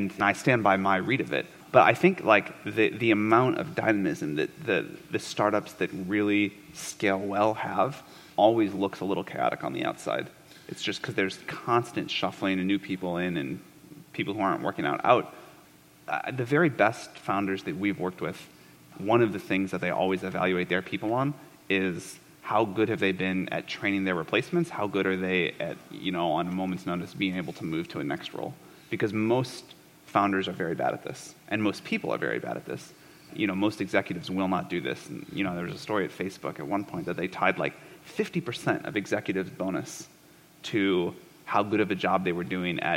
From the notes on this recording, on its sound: This fireside was recorded at The Scaleup Offsite, an event focused on scaling companies co-hosted by Greylock Partners and YC Continuity.